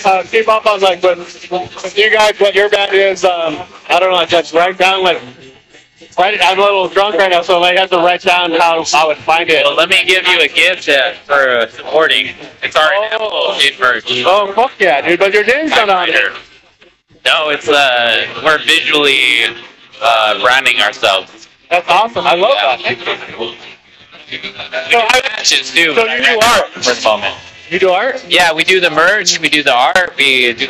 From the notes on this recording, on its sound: Live podcast... Audio quality questionable.